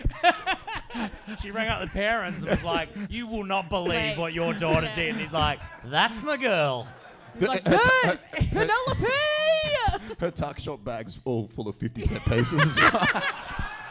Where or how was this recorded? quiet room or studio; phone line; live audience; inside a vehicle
live audience